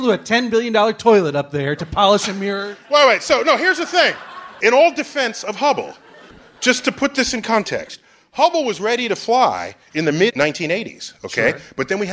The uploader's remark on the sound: Live at the Bell House. At the Bell House in Brooklyn, NY. For our second show in front of a live audience.